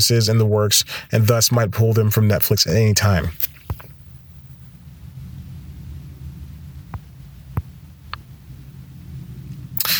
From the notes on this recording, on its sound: Back in the car for this week's episode. This time, he's parked outside of a coffee shop he just went to.